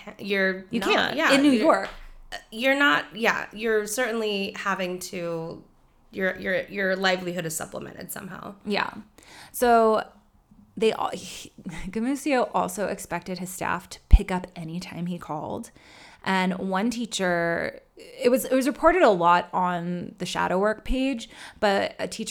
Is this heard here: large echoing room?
no